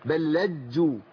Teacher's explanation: الجيم عندي لازم يكون فيها تعطيش، بل لجوا، وبعدين عندي تشجيد لازم أبين التشجيد، الجيم الأولى والثانية لجوا بل لجوا في.